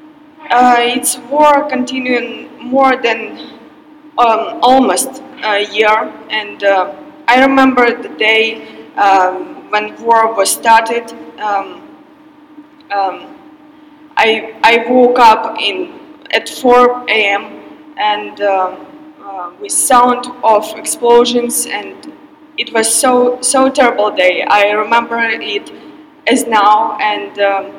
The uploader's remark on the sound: The following is a recording of a panel titled Grit City Stories: The Untold Tales of Tacoma.